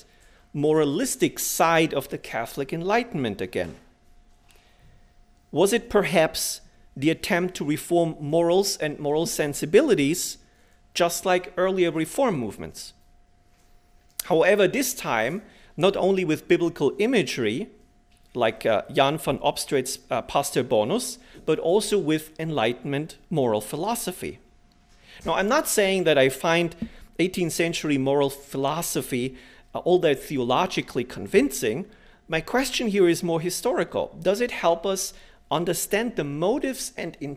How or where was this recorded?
large echoing room